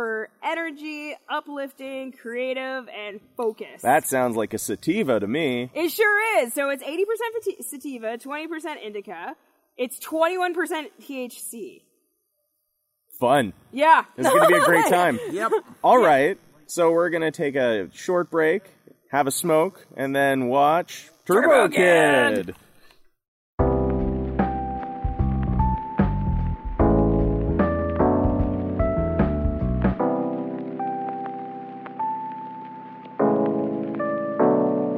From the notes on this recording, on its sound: Late-night live episode of The Devil's Lettuce Film Society! Recorded at a top secret outdoor screening in the summer of 2019. A massive anonymous peanut gallery.